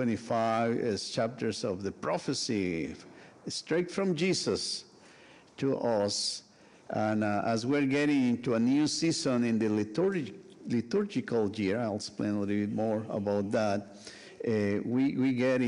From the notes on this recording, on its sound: Sunday worship service of First United Methodist Church of Pacoima, recorded live. We are located at 12550 Van Nuys Blvd.